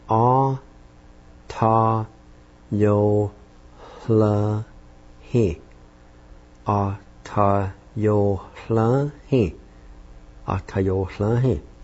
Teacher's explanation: there's an H sound right before the L sound in this word as well